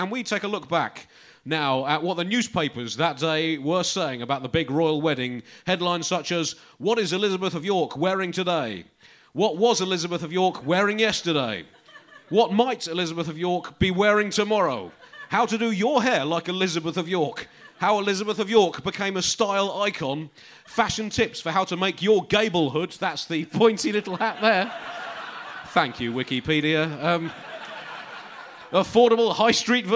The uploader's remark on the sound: Britain in Crisis (Live!). Show recorded on 18th January at Leicester Square Theatre.